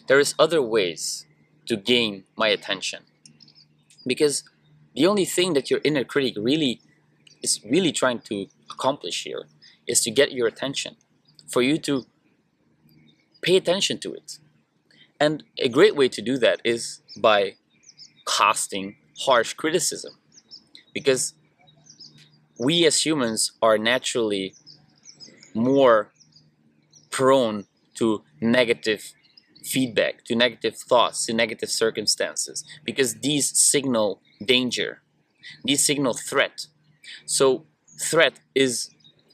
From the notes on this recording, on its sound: Sorry again for the audio in this one, but there were just way too many ugly machine noises in the background, so I decided to add a few filters in post production to make it less disturbing. Unfortunately this really brings down the overall quality of the audio.